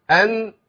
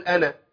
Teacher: لازم اخلص صوت الحرف كامل في مخرجه، ان، وانتقل للعين بعد كده · Shown in: first take · Term: النون ساكنه